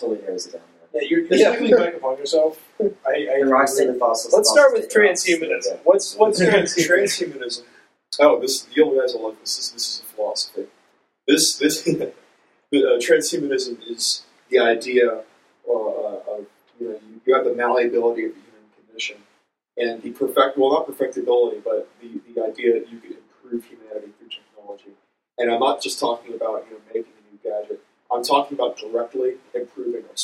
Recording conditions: poor sound quality